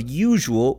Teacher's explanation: the consonant in the middle of usual, which phoneticians call the voiced palatovelar fricative